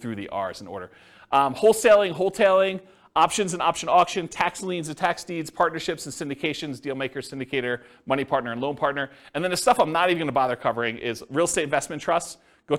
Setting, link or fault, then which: setting, live audience